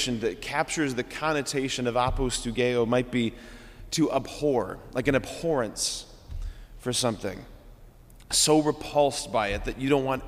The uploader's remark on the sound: this homily on November 7, 2023 at Sacred Heart of Jesus Catholic Church in Wadsworth, OH.